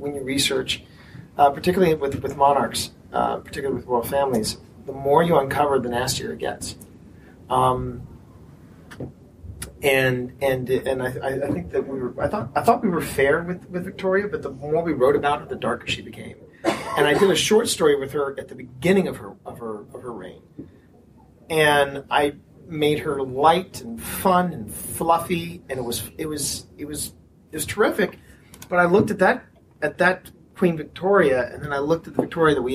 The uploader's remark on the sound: here's the last of the panels we recorded at Balticon 49!